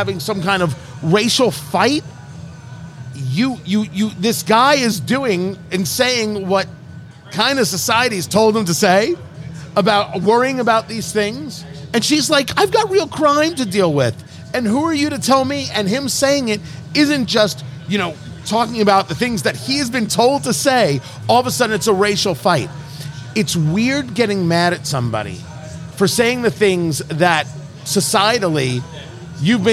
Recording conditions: busy venue